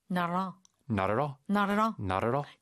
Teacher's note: native speakers say this, it's three words, but they say it almost like it's one word